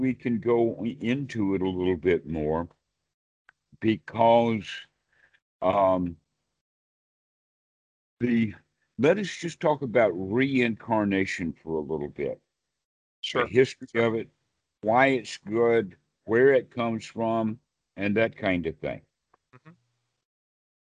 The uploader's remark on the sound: skype calls on this channel